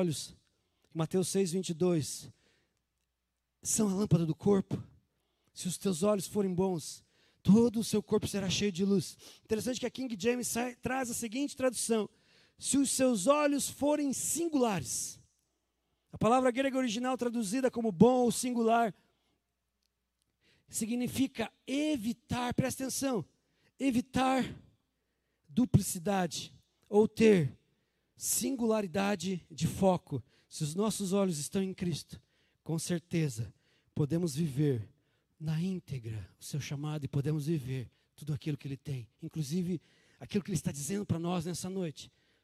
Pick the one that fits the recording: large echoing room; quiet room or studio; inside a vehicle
large echoing room